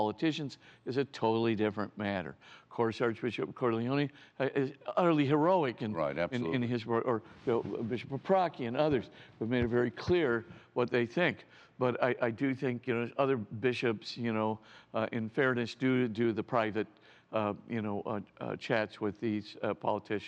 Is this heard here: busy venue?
yes